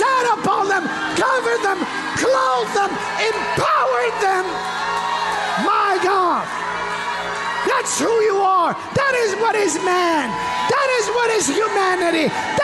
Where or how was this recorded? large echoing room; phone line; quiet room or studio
large echoing room